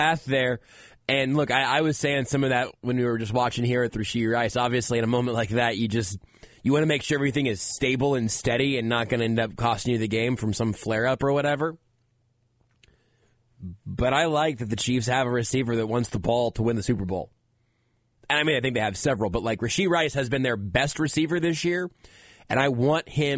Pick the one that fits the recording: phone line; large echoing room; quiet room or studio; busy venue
phone line